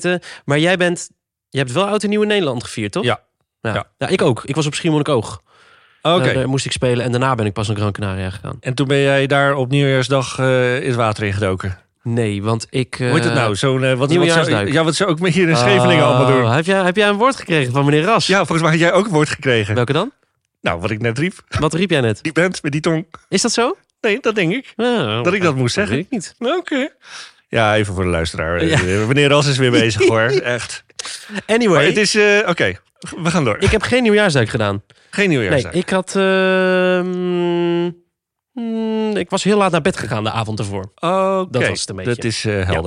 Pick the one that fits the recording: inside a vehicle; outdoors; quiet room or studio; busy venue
quiet room or studio